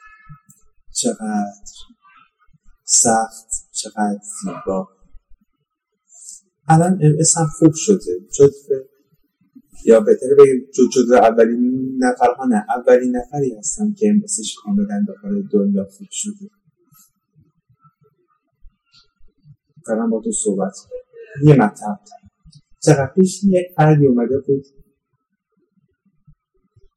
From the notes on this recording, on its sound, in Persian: کیفیت صدا در این اپیزود خیلی پایین هست